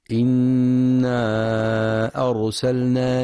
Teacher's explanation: وينتبه أيضا للمد المنفصل في إنا أرسلنا، حيث يمد 4 أو 5 حركات في رواية حفص من طريق الشاطبية.